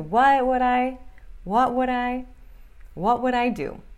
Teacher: Esse T a gente nem fala muito no what.